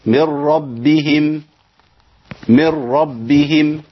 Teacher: النون الساكنه والتنوين مع اللام والراء هعمل ادغام كامل بغير غنه